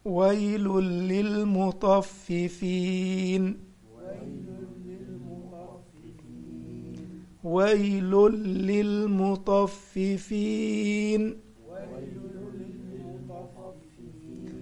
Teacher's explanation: فيش نون بدخل التنوين في اللام ده اسمه إدغام من غير غنة فما قولش ويل للمطففين خطأ ويلل اتنين لام لل ويل للمطففين